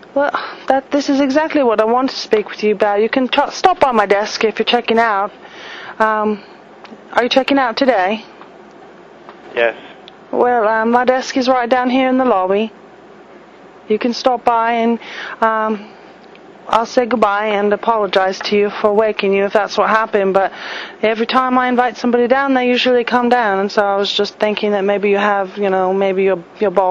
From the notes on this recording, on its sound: RBCP's Personal Prank Phone Calls Collection